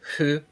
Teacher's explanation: since you hold your lips together really close when you do the ooh, it's more of a hu